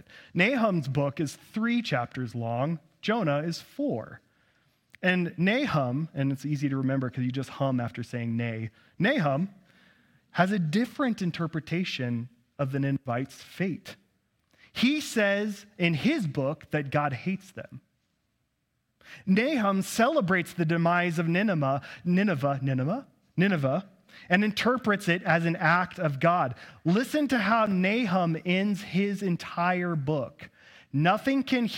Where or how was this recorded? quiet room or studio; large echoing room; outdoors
large echoing room